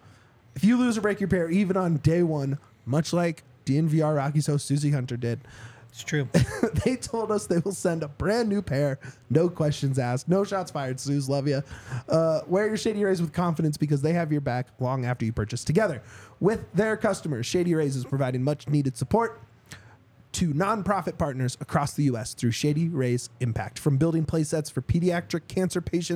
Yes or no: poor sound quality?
no